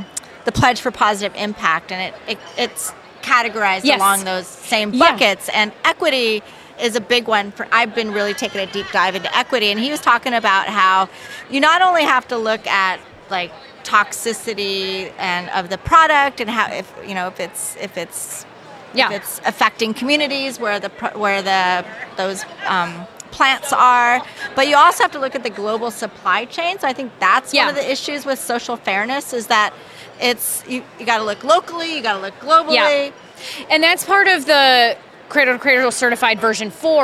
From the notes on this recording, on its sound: LIVE from Greenbuild 2022